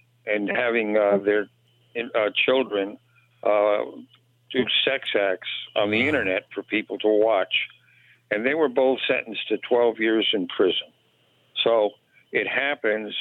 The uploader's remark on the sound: Finally your calls in open phones across America.